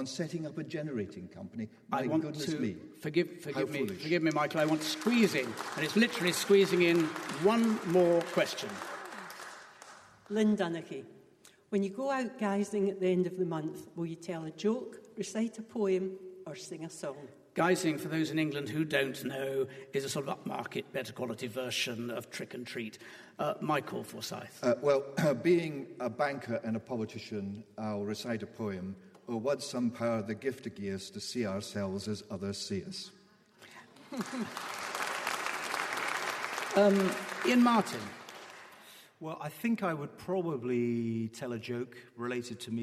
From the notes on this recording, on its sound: political debate from Wellington Church, Glasgow